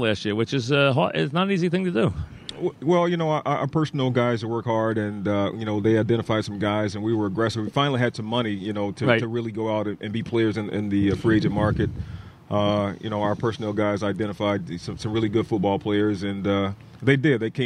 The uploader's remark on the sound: live from giant camp